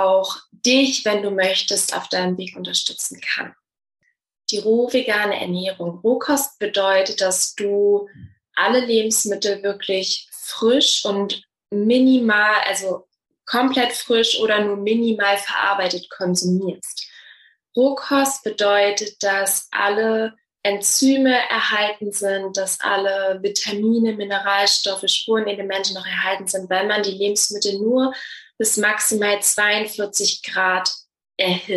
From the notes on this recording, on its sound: Einen Auszug aus meinem Restart Your Life Workshop, den ich Ende Januar live via Zoom gegeben habe.